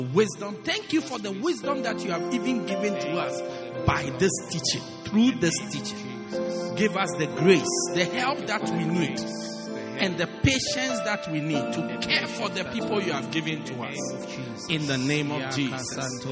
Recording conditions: large echoing room